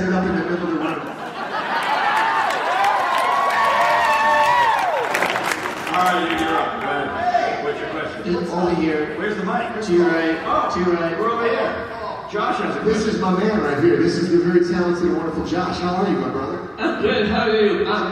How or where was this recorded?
live audience